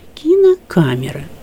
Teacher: «Камера» – главное ударение. А кино – побочное ударение.